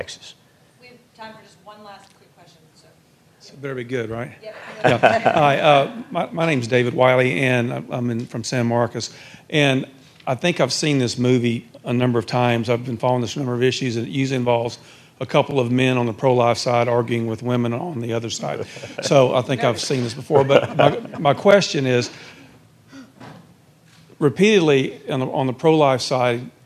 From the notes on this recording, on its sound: panel at The Texas Tribune Festival